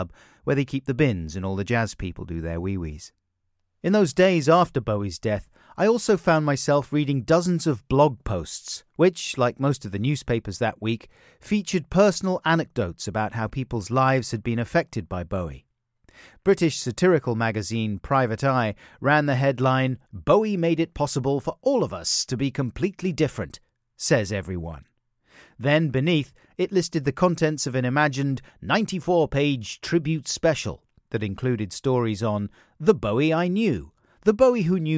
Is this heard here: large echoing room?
no